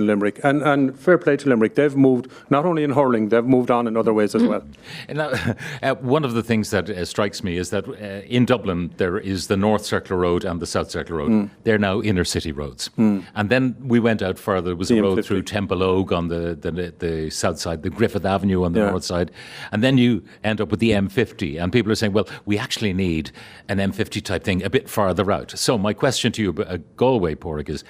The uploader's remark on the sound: live from The Galmont Hotel in Galway